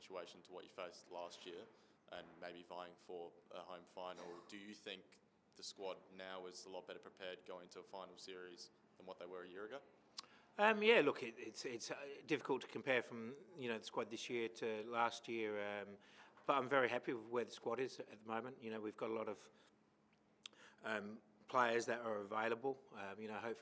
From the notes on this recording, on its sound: Post-Match Press Conference | Adelaide United v Perth Glory.